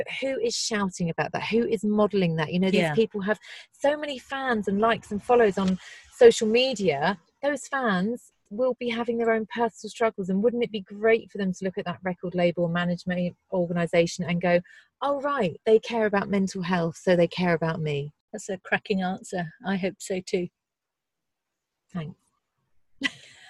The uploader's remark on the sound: We were going to record outside but the weather was challenging, so my car became the studio. Listen out for sea-gulls, torrential rain, brighton buses.